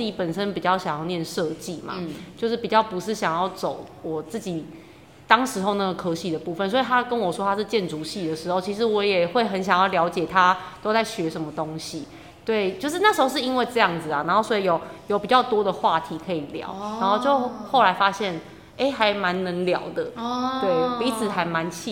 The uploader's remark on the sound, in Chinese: 本集聲音有稍微回音效果，。因為經費有限、場地有限，在高山上的教室錄音，。音場問題請見諒～。